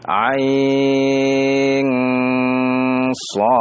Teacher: ketika huruf ain ada nun di belakang bertemu dengan sad, maka terjadilah ikhfa